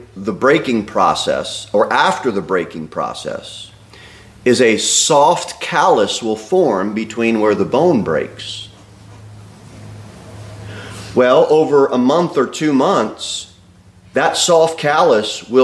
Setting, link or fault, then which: setting, large echoing room